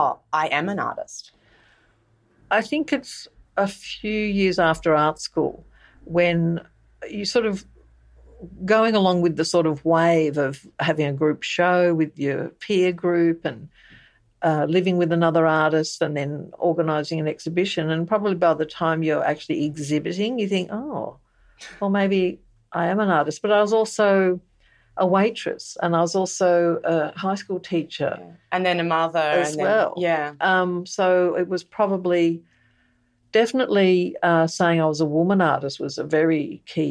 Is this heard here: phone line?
no